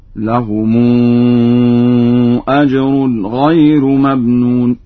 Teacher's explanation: فقد قرأ ورش بترقيق الراء